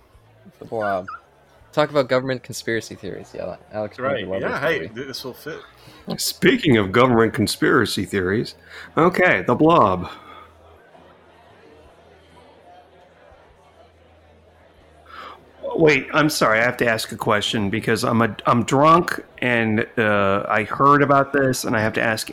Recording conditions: busy venue